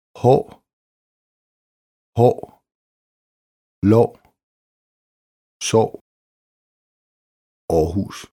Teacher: Langt å plus r. Lang, meget åben å-lyd. Å plus r.